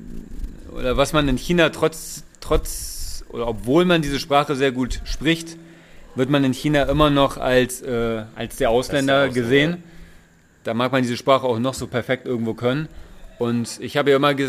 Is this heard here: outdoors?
yes